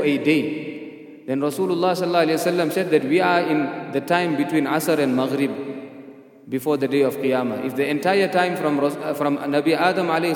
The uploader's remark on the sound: at the Houghton Masjid (West Street)